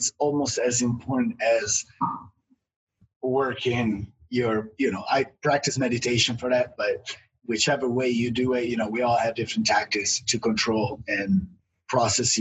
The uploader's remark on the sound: sat down on Zoom